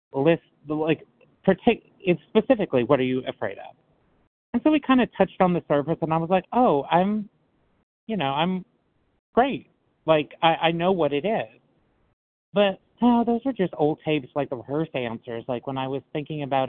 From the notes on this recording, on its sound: qualification from the 100 Pounders Phone Meeting